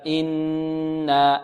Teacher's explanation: مد الألف بمقدار حركتين